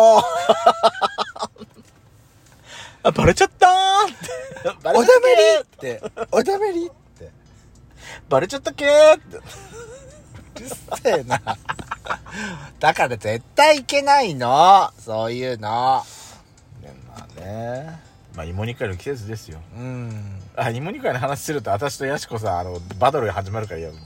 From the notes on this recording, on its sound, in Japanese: パーキング収録